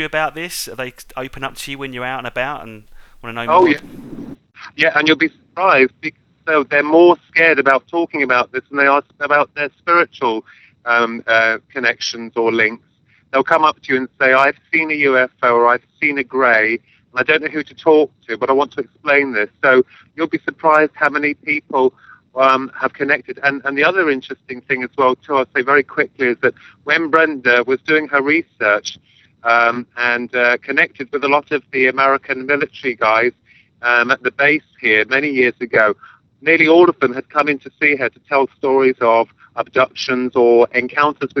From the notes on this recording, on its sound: live from Rendlesham forest